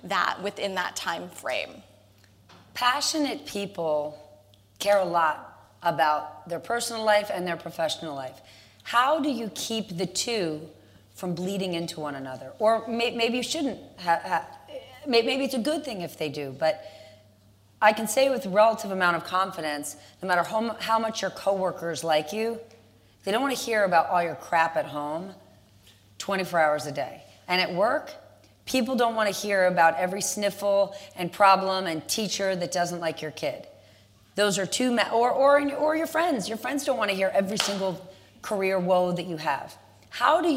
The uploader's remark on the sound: Recorded September 16, 2019, in front of a live audience at New York's 92nd Street Y.